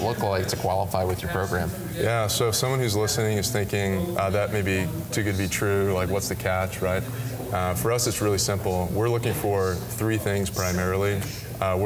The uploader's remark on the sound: We’re live at the Radius Missiology Conference in Minneapolis!